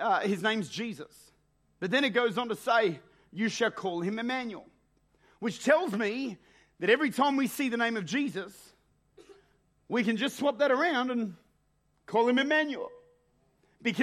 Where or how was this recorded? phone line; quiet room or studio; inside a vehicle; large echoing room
large echoing room